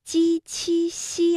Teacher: 家读一下记和经这两个字，使劲儿的到底是舌面还是舌尖呢？大家都找到答案了吗？正确答案是鸡七西啊，也就是我们说舌面的前部和硬腭的前部接触或者是接近构成阻碍。那舌面音啊，最常见的问题就是尖音了，如果没有把舌面拢起来，那么鸡七西就会发成 zc